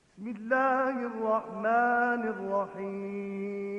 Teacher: حالا به توسط میخوانیم، یعنی مقدار چهار، خواهید شنید که مد اون قدری کمتر از مد کاف خواهد بود